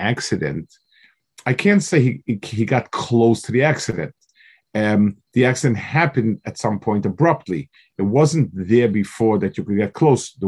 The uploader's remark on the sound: This shiur take place over Zoom on Motzei Shabbos.